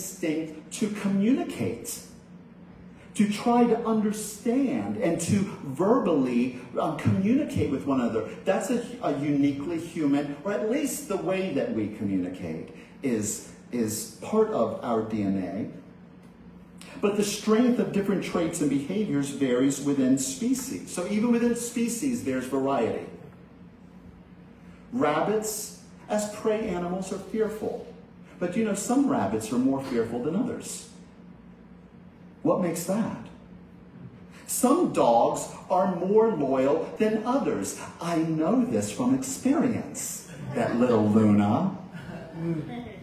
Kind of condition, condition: setting, large echoing room